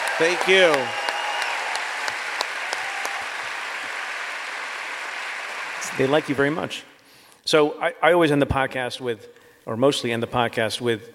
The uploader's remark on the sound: Live from Los Angeles